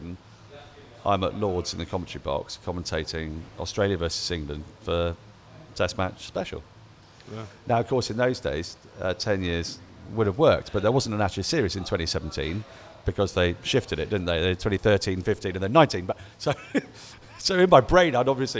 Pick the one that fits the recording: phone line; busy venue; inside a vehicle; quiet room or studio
busy venue